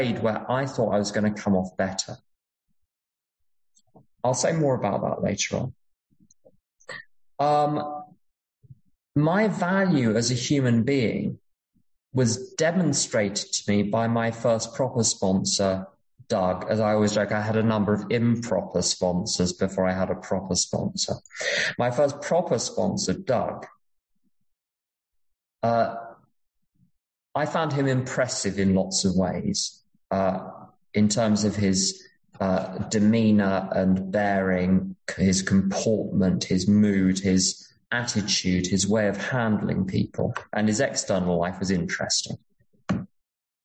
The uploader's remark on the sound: at an unknown zoom meeting held in July of 2022